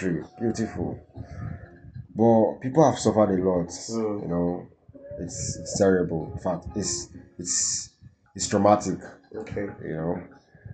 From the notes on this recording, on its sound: Pardon us for the sound.